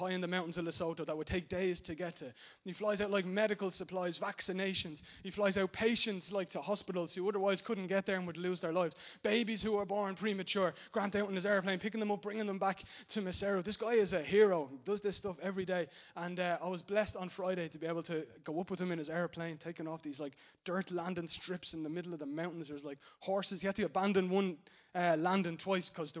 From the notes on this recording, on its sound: Recorded live in Liberty Church on 12th May 2019